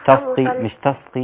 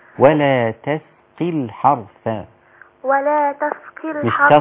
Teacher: كلمة تسقي التاء رقيقة والسين رقيقة والقاف مكسورة في أدنى مراتب التفخيم · Shown in: second take